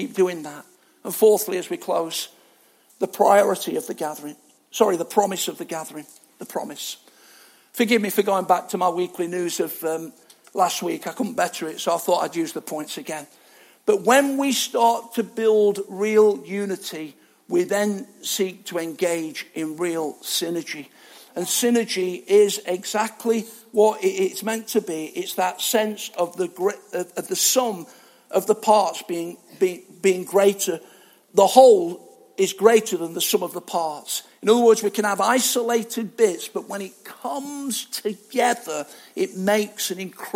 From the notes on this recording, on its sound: Arena Church Ilkeston